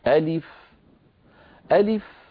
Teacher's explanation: ألف ألف كما تلاحظون عندما أنطق اسمه عبارة عن همزة مفتوحة، لام مكسورة، فاء ساكنة